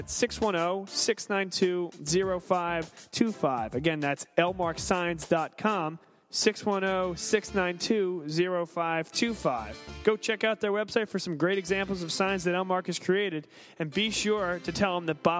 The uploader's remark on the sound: Vuvu Soccer was live at Villa Capri in Doylestown!